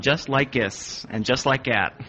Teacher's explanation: people in Pittsburgh swallow the TH at the beginning of a word